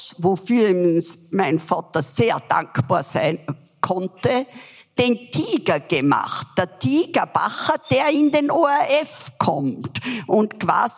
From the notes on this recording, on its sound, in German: Live vom FAQ Bregenzerwald 2023. In der Tischlerei und Zimmerei Kaufmann in Reuthe.